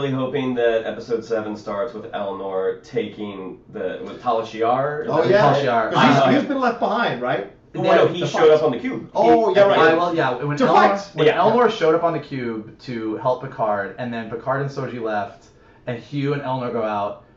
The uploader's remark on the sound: AUDIO UPDATE: HAD TO USE THE CAMERA AUDIO INSTEAD OF OUR MICS AUDIO, THE H6 AUDIO WAS DAMAGED.